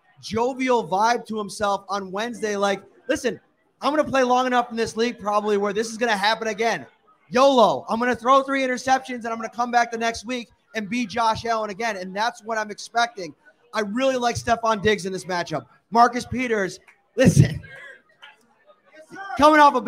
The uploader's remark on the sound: live from Wingnutz North Buffalo